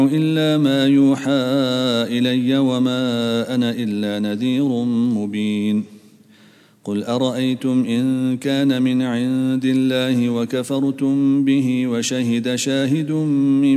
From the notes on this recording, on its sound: at the Houghton Masjid (West Street)